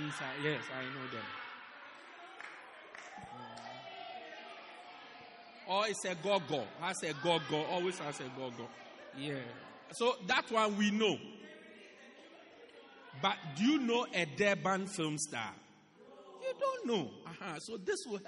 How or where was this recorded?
large echoing room